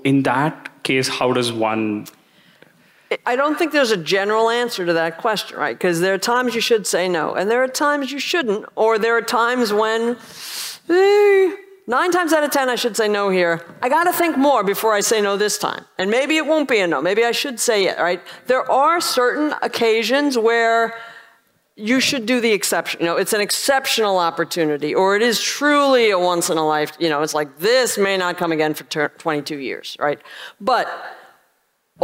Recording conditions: live audience